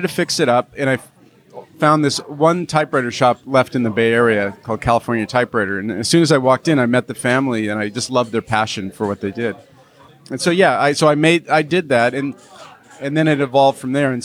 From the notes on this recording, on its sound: Recorded: Friday October 28, 2017 4:00 pm (EST) at Page One Café. At Page One Café.